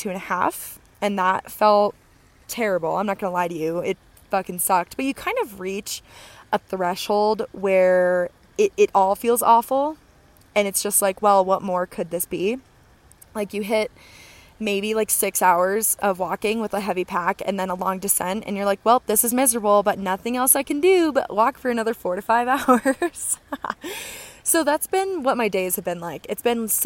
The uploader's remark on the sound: Episode 8 has arrived live from the Colorado Trail!